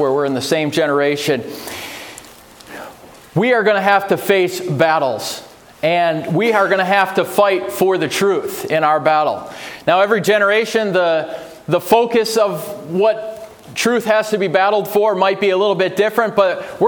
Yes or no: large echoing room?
yes